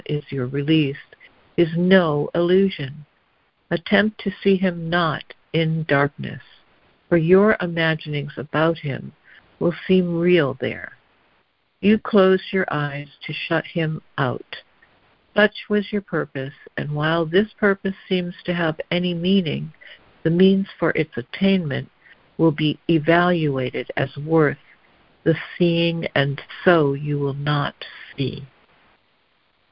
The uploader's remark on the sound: ACIM Daily Conference Call.